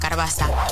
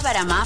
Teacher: En alguns parlars del català, quan hi ha una vocal neutra, una E, entre una consonant random i una R, o entre una R i una consonant random, aquesta neutra sol desaparèixer · Shown in: first take